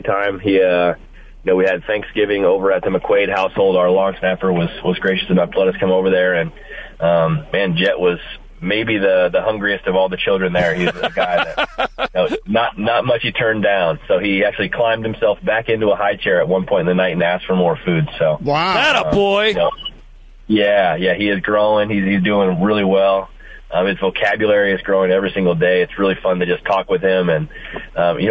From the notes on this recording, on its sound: called